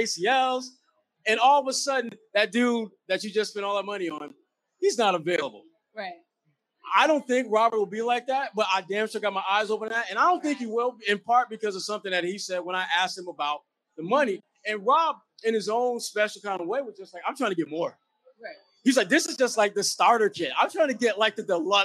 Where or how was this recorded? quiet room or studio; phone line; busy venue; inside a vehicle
busy venue